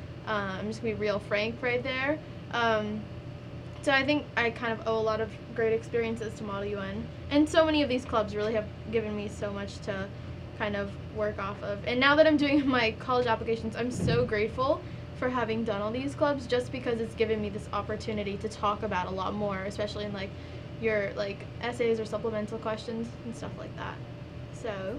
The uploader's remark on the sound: Club Fair Edition. Sorry for the white noise in the background it's a one time mistake WE SWEAR.